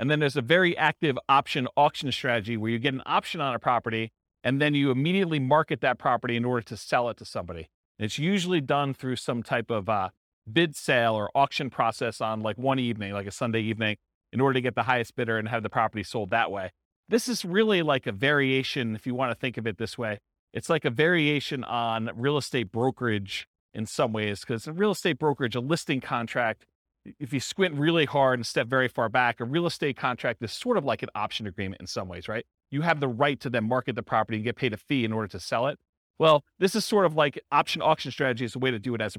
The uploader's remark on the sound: This was a live class recorded